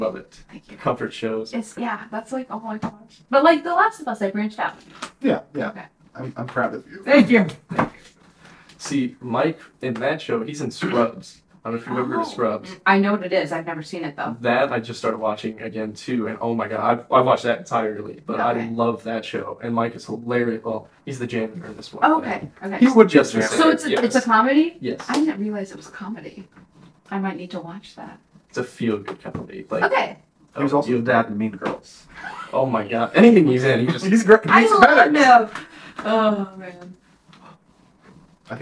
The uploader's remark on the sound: First off id like to apologize for the sound quality, forgot to record with the mic.